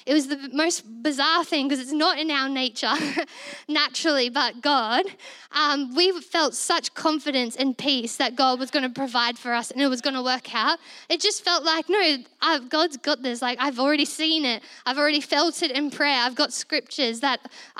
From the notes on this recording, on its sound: This was recorded in our Melbourne East service